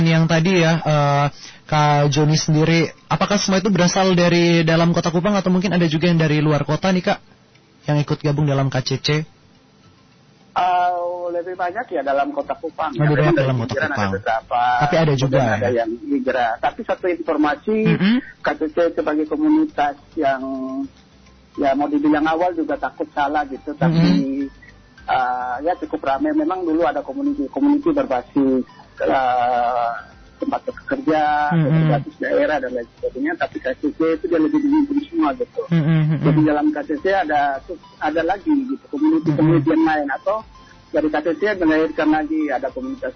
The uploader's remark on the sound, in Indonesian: SAHABAT ON THE PHONE. Kupang Cycling Club ( KCC).